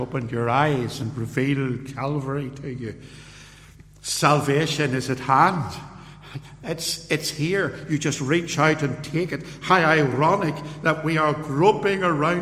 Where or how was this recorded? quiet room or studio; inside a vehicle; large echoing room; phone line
large echoing room